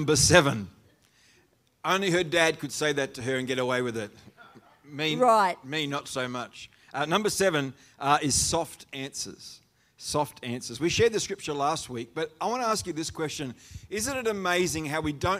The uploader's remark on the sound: The live stream of Destiny Church Atherton.